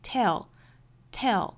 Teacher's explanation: T-E-L-L 发音应该是一个单元音，所以是 tell, tell,它没有元音的滑动